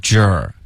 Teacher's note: 你要嘟嘴 J,然后要有一个儿化音 Jer,别发 Jack,这个 J 的音不对然后 A 也不对,OK?停不下的追梦人。